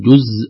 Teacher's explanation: يسمونها مد عوض، أي عوض عوضا عن حذف نون التنوين نضع مكانها مدا